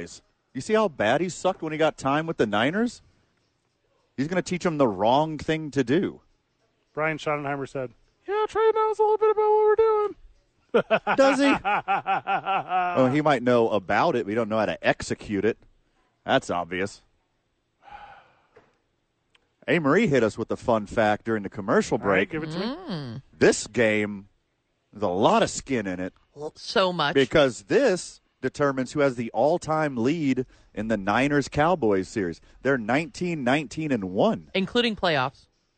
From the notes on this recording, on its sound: live from ABQ AXE